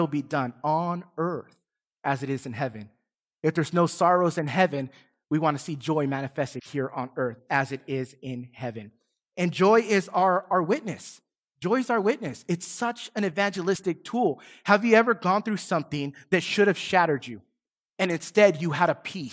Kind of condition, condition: setting, large echoing room